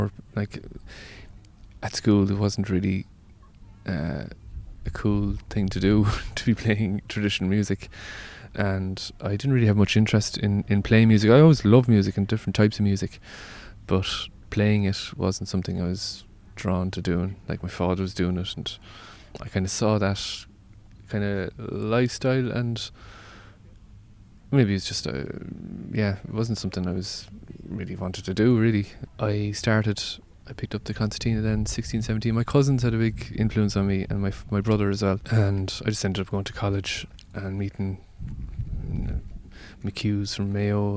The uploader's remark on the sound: He played It Takes a Village festival in Trabolgan earlier this year - this interview was recorded by the beach the following afternoon from his raucous/informative set.